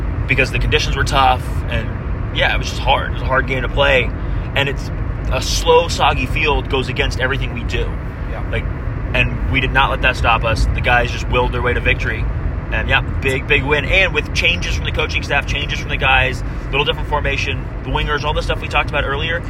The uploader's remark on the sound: Hello from the car! Check in from I-24. The audio quality is a bit rough, so we apologize.